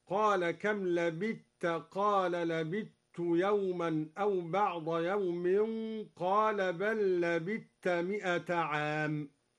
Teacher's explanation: أدغم الدوري الثاء في التاء هكذا